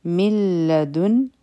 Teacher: دلته اصل کې وو من مخکې لام راغی نو دلته کې ادغام دی بغیر د غنا نه د دې نه د نون والا آواز وزي من لدن او